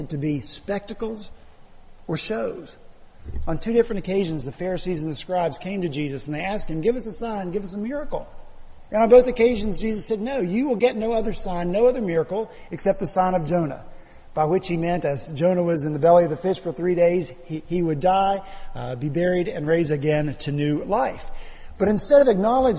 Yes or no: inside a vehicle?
no